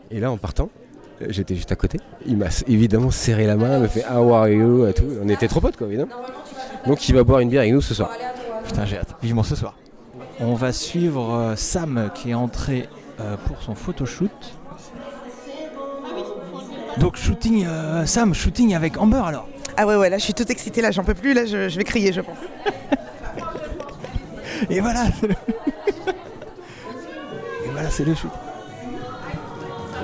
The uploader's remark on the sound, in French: Podcast complètement exceptionnel car enregistré à l'occasion de la convention Clouds Con Slay the vampire 5.